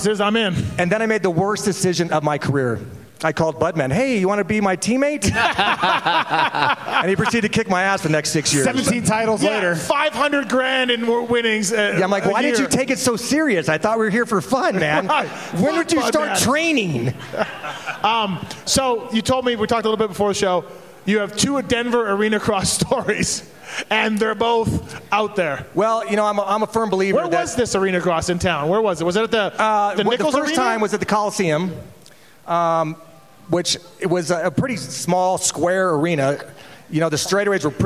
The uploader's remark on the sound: Pulpmx/Racer X LIVE Podcast show from Oriental Theatre in Denver. Live from the Oriental Theater in Denver, Colorado.